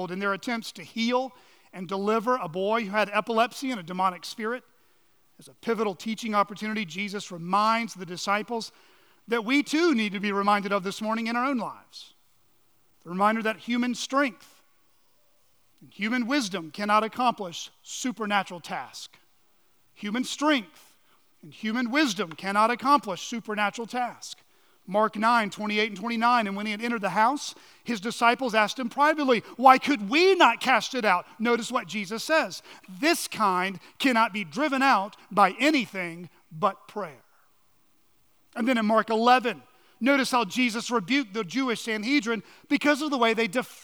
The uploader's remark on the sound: on the morning of April 9, 2023, at Chaffee Crossing Baptist Church in Barling, AR.